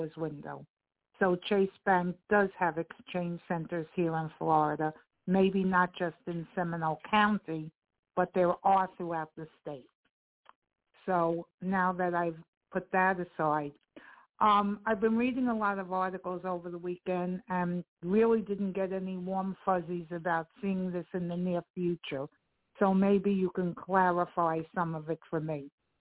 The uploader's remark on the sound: TNTSuperfantastic Conference Call